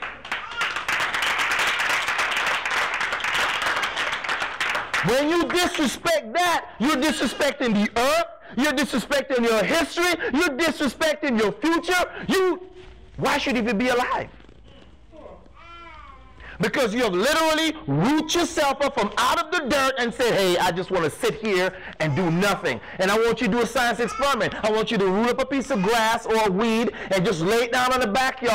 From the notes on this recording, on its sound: talks to an audience of Educators, Students, parents and administrators